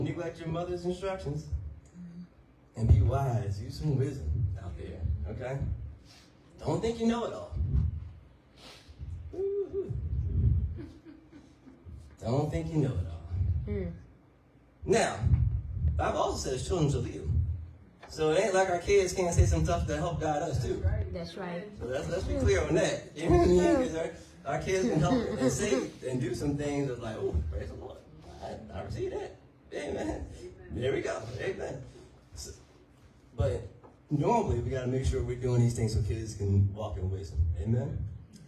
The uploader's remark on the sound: Sermon audio